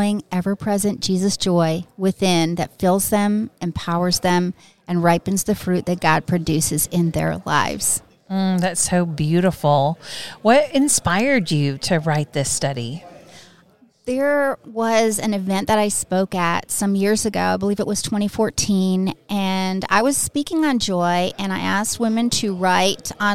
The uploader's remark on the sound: at the NRB conference